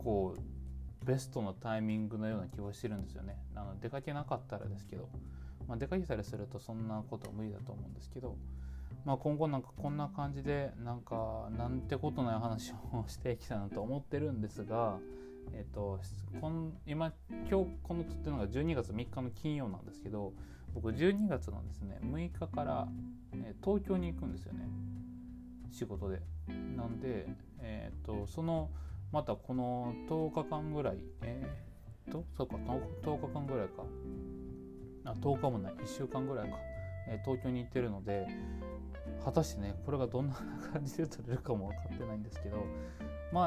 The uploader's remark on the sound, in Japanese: はじめての環境で収録したけどBGMが大きそう